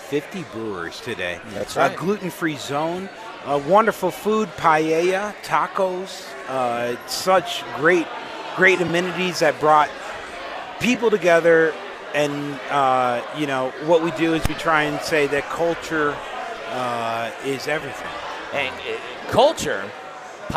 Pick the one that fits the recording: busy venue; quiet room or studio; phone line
busy venue